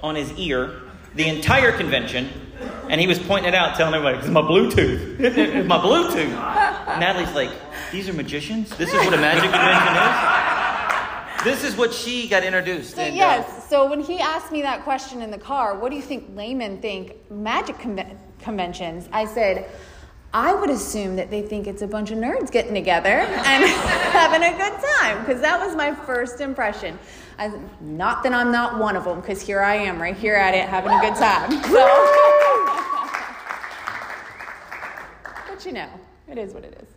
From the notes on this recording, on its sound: This episode was recorded live at The Magicians Alliance of Eastern States.